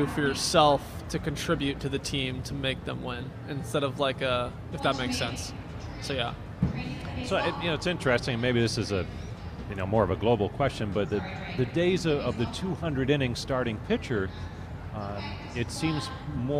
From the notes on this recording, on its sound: We're live from Guards Fest in snowy Downtown Cleveland. On the Cleveland Guardians Radio Network.